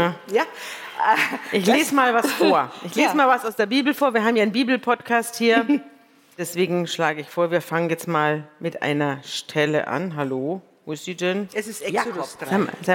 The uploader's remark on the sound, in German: vor dem Publikum unseres Podcast-Festivals